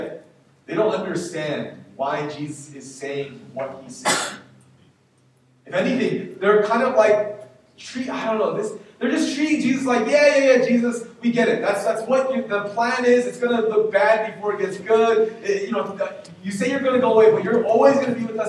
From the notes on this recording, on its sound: We apologize for the poor audio quality.